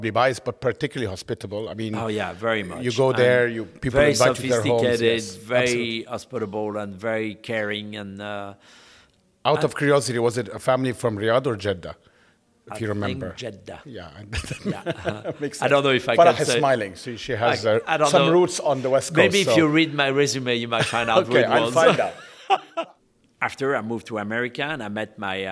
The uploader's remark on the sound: on location at his newly launched Brasserie Boulud at the Sofitel Obelisk in Dubai